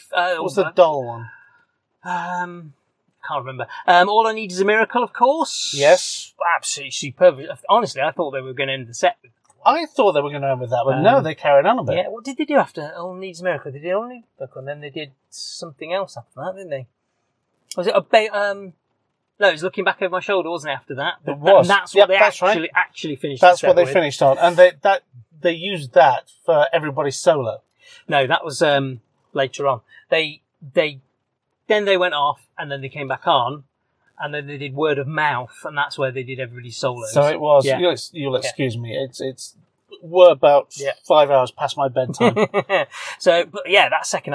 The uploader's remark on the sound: It was recorded in my car afterwards, so apologies for the sometimes dodgy sound quality.